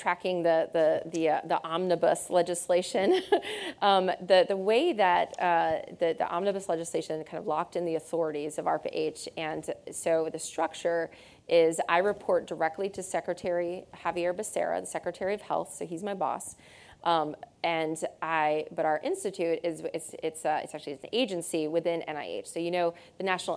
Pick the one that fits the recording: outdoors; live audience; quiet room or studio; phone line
live audience